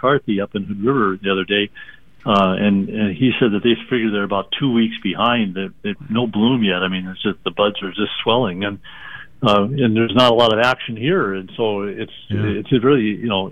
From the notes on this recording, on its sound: Is live in the studio. Will be joining us live via phone.